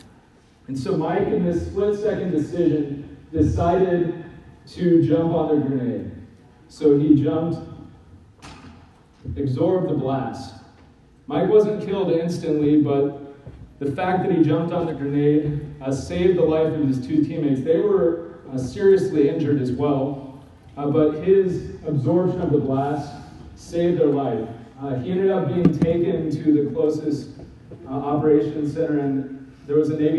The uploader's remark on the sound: Given at NCYC, Indianapolis,